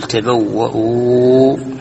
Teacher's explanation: لو وقف على تبوأ قل تبوأ بالتوسط، لأنها حروف مد أصلية من أصل الكلمة.